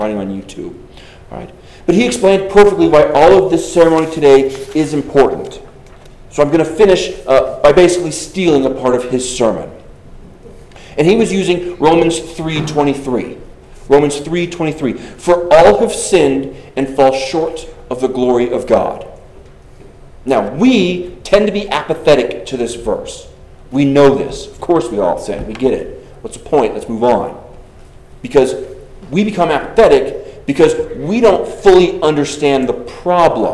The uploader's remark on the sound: Delivered on June 25th, 2023 at Arriba, Congregational Church.